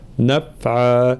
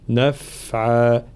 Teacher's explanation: في قوله تعالى ولا يملك لهم ضرا ولا نفعا، الانتباه خاصة إلى حرف الفاء في صفة الرخاوة في كلمة نفعا، فلا نقول نفعا، لا، الفاء هنا لابد من جريان الصوت حال سكونها · Shown in: second take